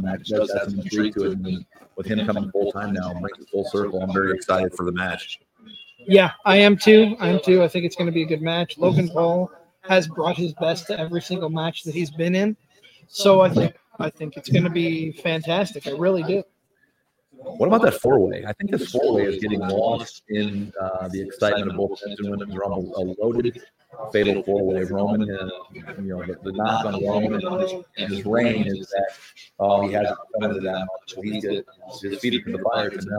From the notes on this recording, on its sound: Royal Runble Watch Party Preshow. Broadcasting live on location.